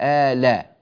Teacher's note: همزة آن نقلت فتحتها إلى اللام قبلها آل فصارت آلا، ومع النقل دائما نحذف الهمزة